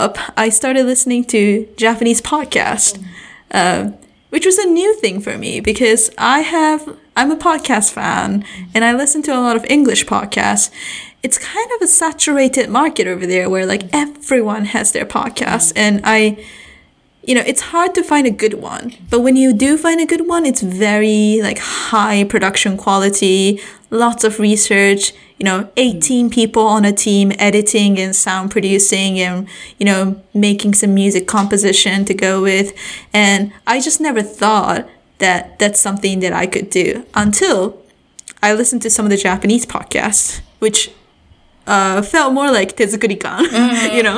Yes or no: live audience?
no